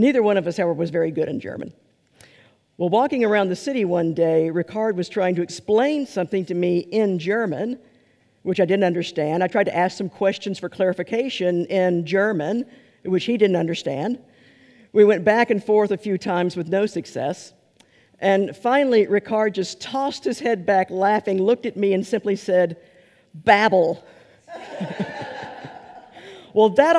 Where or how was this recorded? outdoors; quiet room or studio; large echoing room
large echoing room